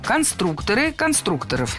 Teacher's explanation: В слове «конструктор» ударение должно сохраняться на втором слоге, на «у».